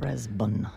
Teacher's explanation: Brisbane, so that's a schwa sound. Brisbane. Stress on the first syllable.